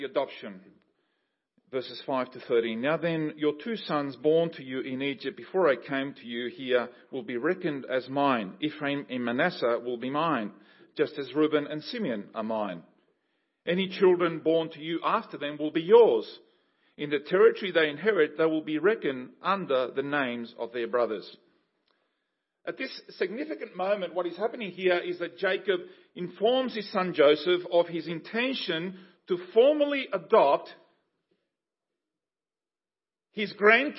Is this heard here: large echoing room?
yes